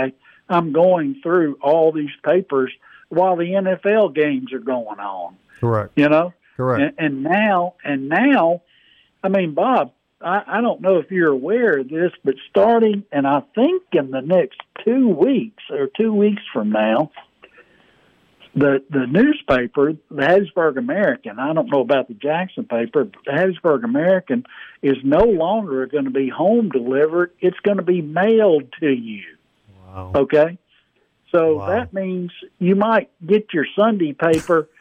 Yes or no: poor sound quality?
no